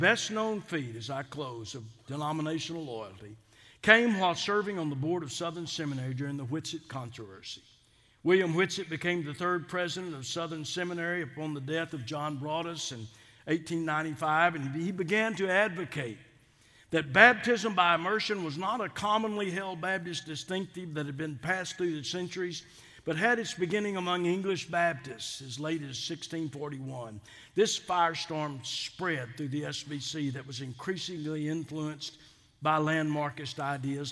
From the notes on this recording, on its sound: delivered the Founder’s Day Address at Southwestern Baptist Theological Seminary on March 10th, 2022 in #SWBTSChapel.